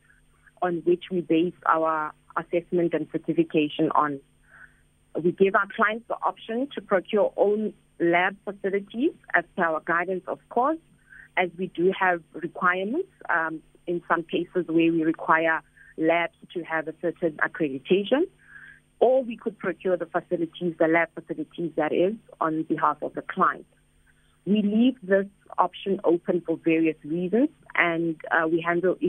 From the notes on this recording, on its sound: we are joined on the line